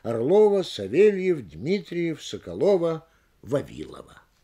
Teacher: Выделяются ударением все фамилии, а последняя фамилия получает наиболее сильное ударение с понижением на точку.